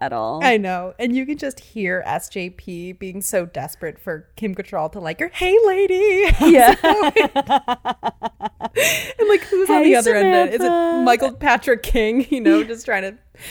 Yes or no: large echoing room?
no